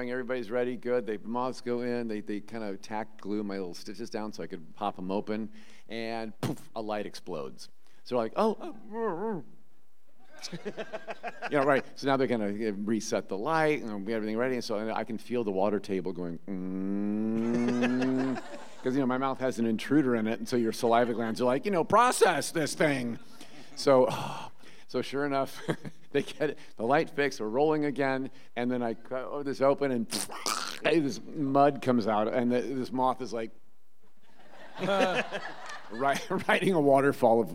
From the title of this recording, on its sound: Live At Creature Feature Weekend 2023